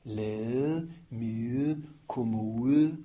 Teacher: der bliver bremset så lidt for luftstrømmen, at det er næsten, man kan ikke rigtig høre, at det er en konsonant · Term: det bløde D